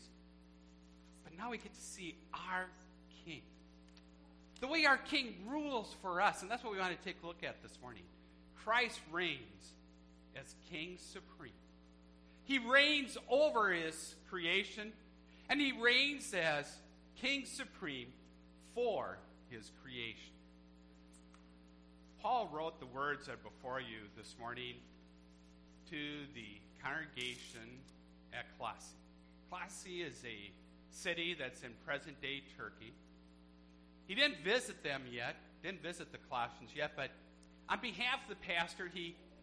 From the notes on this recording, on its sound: A church service recorded at Living Water Lutheran Church, Oshkosh, WI. This is a contemporary service with music led by the Church's band.